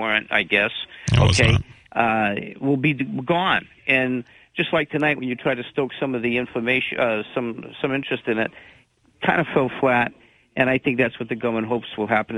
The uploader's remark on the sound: takes calls from the audience